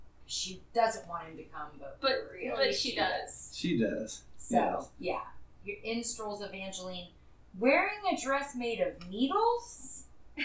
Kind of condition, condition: fault, poor sound quality